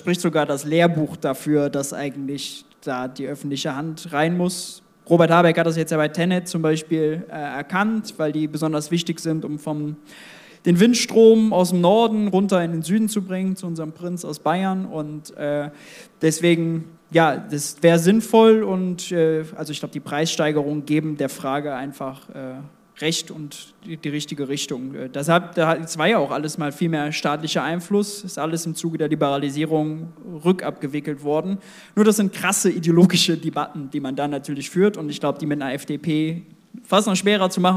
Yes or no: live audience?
yes